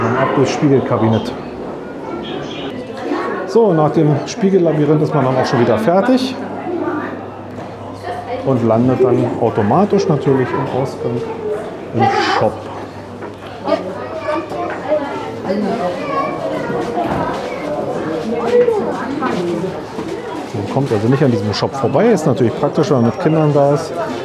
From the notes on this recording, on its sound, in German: Dann haben wir noch in der Marienkirche am Alexanderplatz eine Kerze angezündet und sind im Regen wieder zurück zum Auto gelaufen. Von meinen Eindrücken vor Ort berichte ich mit reichlich Atmo (oder auch Hintergrundgeräuschen) direkt aus den den jeweiligen Räumen. Und die Kinder kommen natürlich auch mal zu Wort!